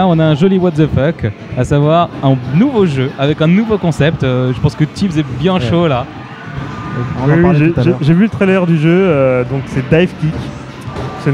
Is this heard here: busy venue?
yes